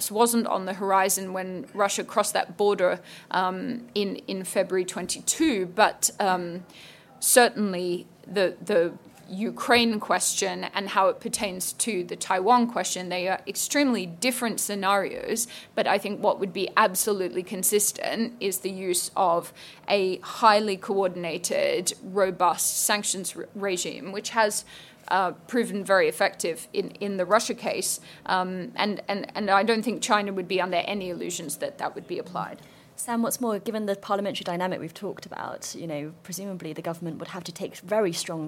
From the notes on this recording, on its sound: live from Conservative party conference